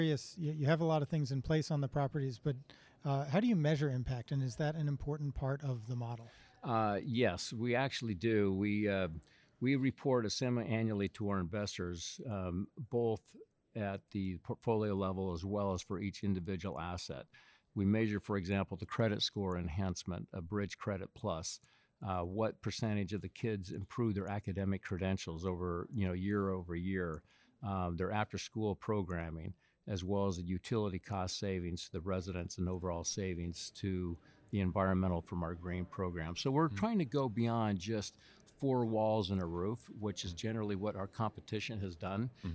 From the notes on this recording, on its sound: Live from the Freddie Mac Multifamily Optigo 2019 conference!